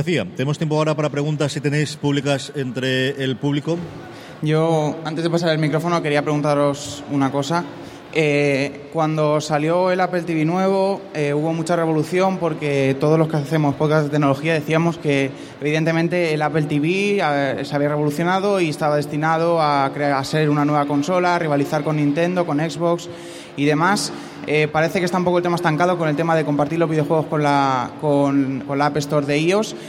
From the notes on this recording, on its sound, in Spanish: Grabado en Directo en la 3ª Edición de VGComic, el Salón del Cómic y Videojuegos de Alicante.